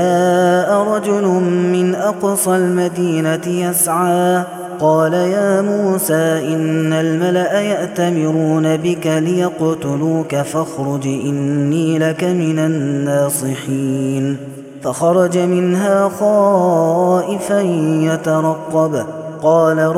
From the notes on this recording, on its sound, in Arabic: هذا التسجيل من صلاة التراويح